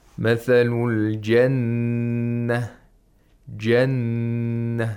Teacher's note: we hold the noon, and we at the same time we make a nasal sound, because noon is a nasal consonant. So you have to hold it for two vowel counts. · Term: ghunna